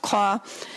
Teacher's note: a series of labialized velar stops